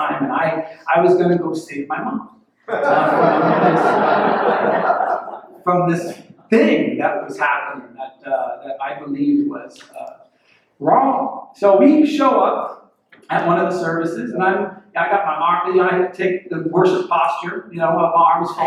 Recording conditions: poor sound quality